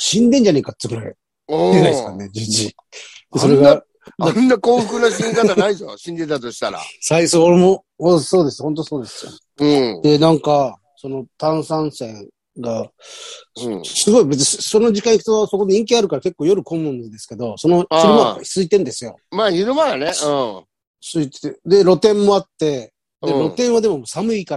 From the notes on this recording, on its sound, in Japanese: ZOOMで収録